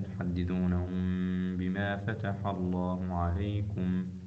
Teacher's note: كذلك أيضا ميم ساكنة تحدثونهم بما فتح الله عليكم، ميم ساكنة قبل الباء حكم الإخفاء